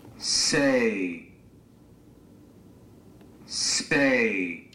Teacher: These waveforms are actually identical, except we've used a computer to insert a 100 millisecond gap of silence here, and yet because of that 100 milliseconds we hear completely different words · Term: voice onset time